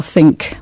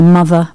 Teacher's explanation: słowo think mamy tutaj bezdźwięczny początek, w słowie mother będziemy mieli dźwięczne · Term: bezdźwięczne i dźwięczne